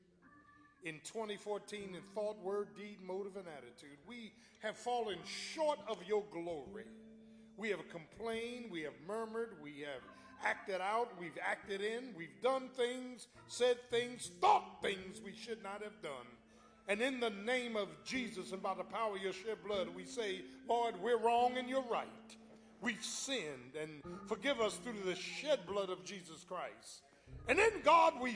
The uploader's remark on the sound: Watch Nights - New Years Eve Service 12-31-14 - Audio. Live, new years eve.